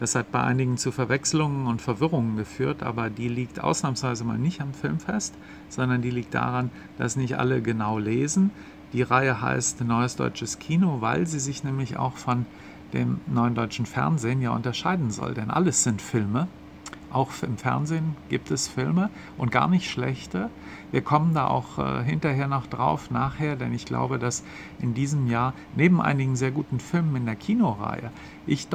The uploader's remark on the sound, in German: Live vom 40. Filmfest München